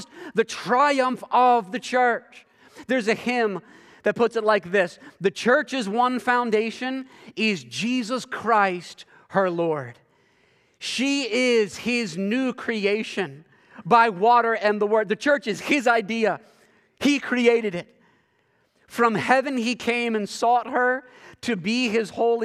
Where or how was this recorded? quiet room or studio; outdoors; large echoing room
large echoing room